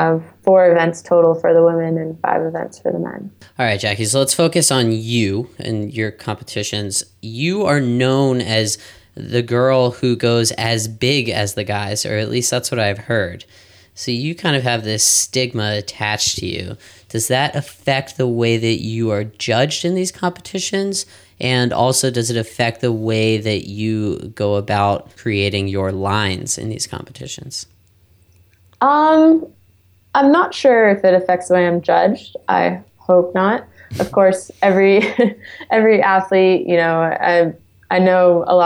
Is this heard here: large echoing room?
no